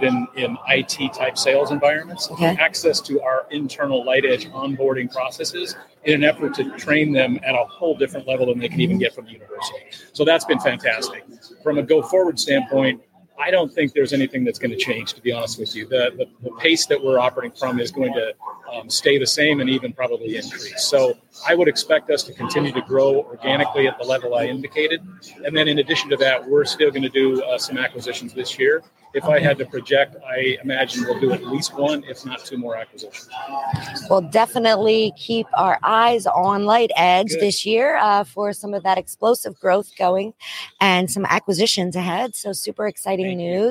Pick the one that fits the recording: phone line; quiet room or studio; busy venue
busy venue